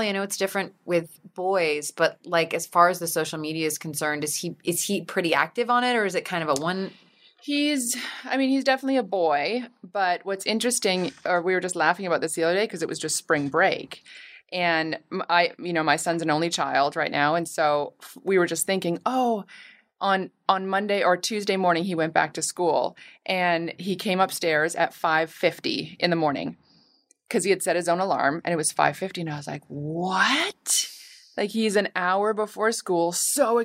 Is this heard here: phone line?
no